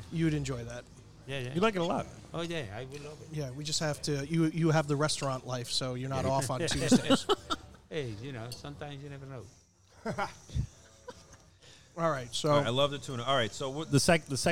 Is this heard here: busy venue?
yes